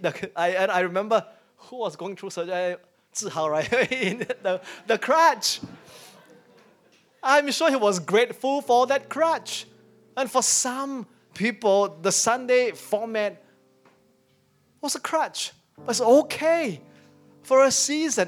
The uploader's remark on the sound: In our first service back at church. As we start returning to in-person services as a church family.